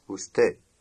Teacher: Notice that the final D is not pronounced.